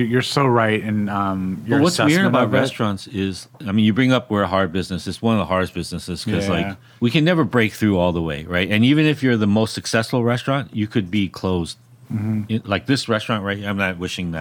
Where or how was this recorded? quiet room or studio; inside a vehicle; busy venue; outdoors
busy venue